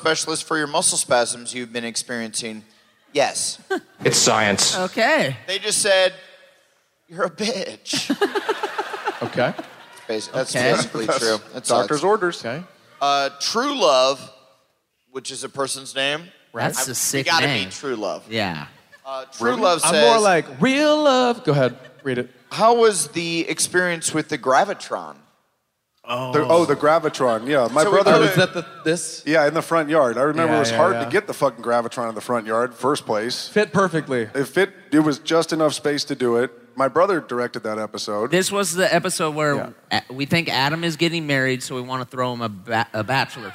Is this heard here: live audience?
yes